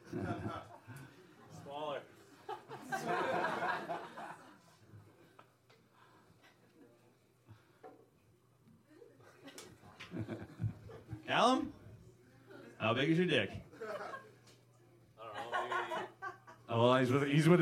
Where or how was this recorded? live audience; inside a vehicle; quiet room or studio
live audience